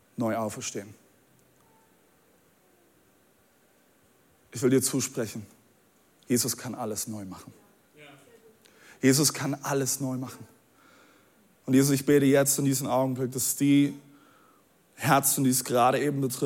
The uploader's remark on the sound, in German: Audiomitschnitt der Predigt